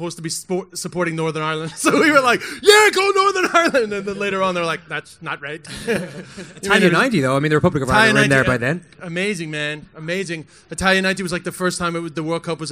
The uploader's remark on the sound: Live show in NYC.